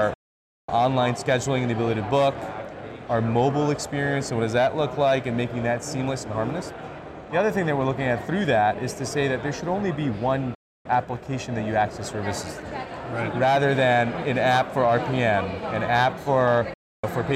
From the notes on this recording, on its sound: Interview in Action live from CHIME’s Fall Forum